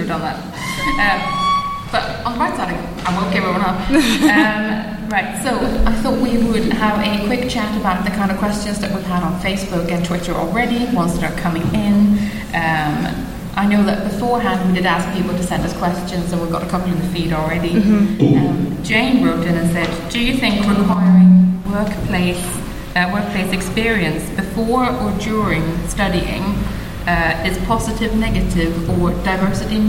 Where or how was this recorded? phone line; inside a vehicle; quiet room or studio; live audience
live audience